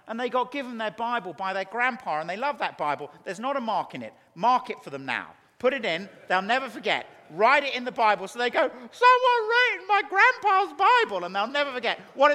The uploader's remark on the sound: a Keynote Session at FG11